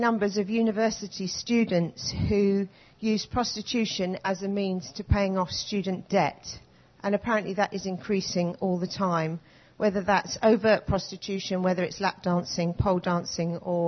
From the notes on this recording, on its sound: was recorded at North 2011 an event organised by ChristCentral, part of Newfrontiers.